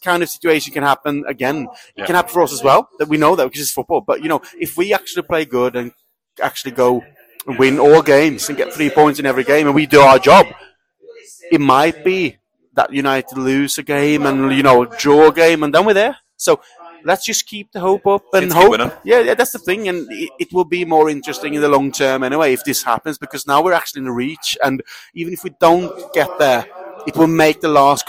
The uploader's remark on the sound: Live in The Lion Tavern.